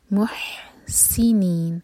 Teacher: بعد ہا تو اگین ہوٹ گول نہ رہیں ہا پر اور ہا سینے سے نہیں حلق سے